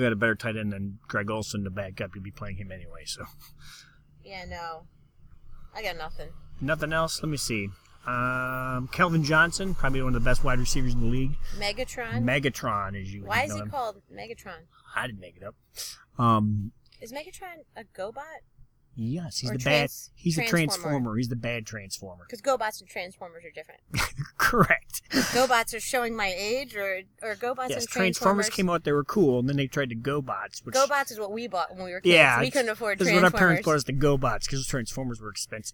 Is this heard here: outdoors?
yes